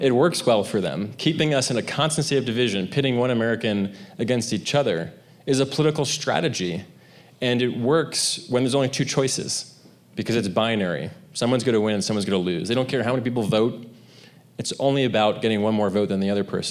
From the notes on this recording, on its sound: The show was recorded live at eTown Hall in Boulder, Colorado.